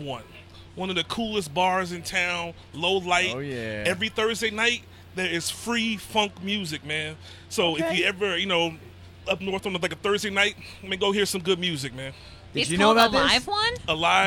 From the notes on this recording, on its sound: The Mix is live backstage at Lollapalooza 2023! Dropped by the Mix tent backstage.